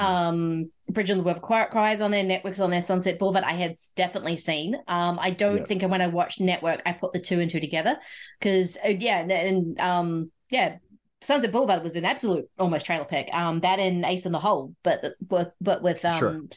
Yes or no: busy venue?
no